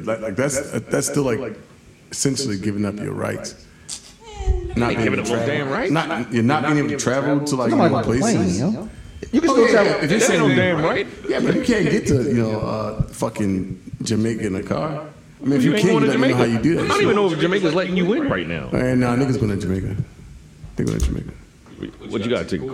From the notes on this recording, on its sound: Its a little echo.. Its the Mic Fault.